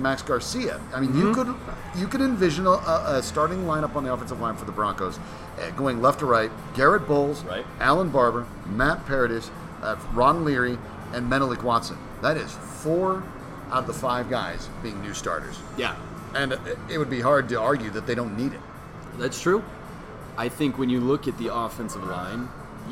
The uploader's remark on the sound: Recorded live at FanDraught in Parker, Colorado.